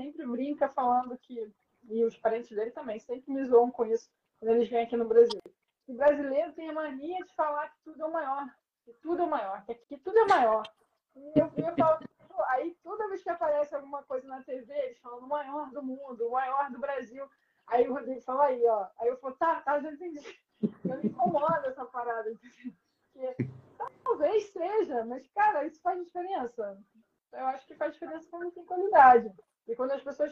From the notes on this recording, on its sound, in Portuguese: A conversa ao vivo no Insta